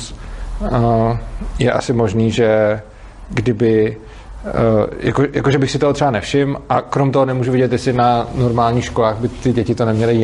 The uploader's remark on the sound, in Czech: jsme vystoupili v Ústí nad Labem; publikum bylo dost netypické